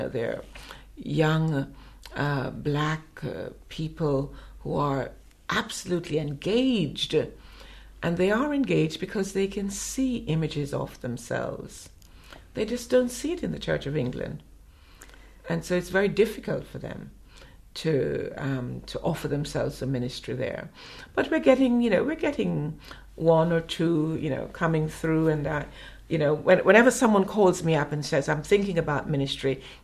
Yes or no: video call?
no